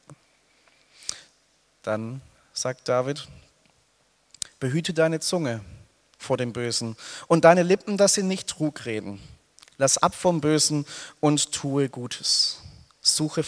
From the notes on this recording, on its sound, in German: aus dem Gottesdienst der Liebenzeller Mission